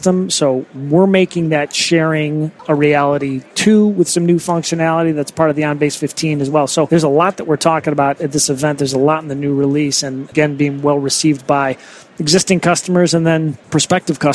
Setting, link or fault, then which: setting, busy venue